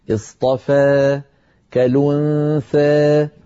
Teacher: يقرأ ألفاتها مقللة يعني ممالة إمالة صغرى